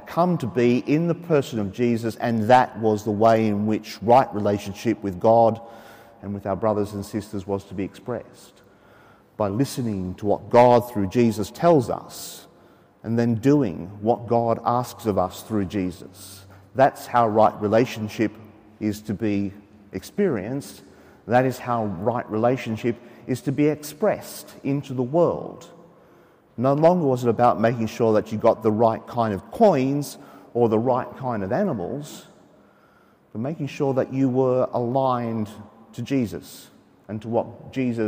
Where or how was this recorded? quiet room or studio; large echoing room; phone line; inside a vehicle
large echoing room